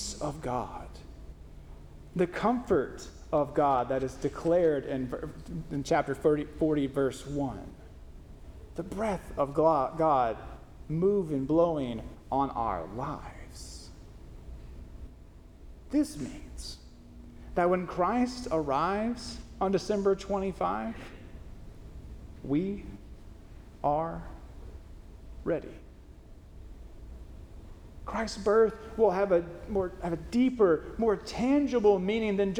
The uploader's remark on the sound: First Christian Church (DOC), Longview, Tx